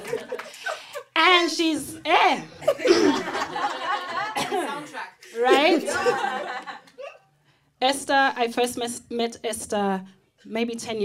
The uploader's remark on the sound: This is the first ever live podcast event. In Melbourne.